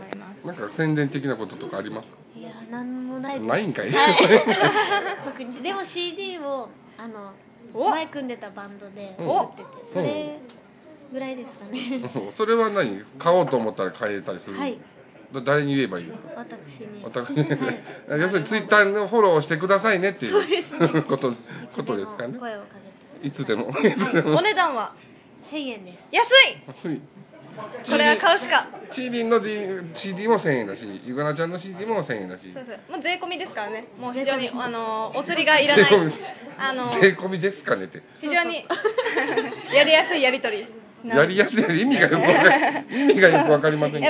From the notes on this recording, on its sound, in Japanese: DVDイベントでのちーラジ収録1本目。SHOWROOMと同時に。声ちっちゃ！